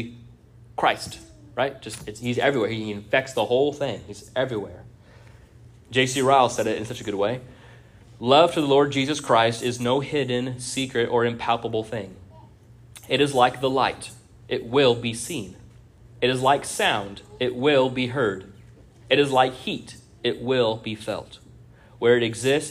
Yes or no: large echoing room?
yes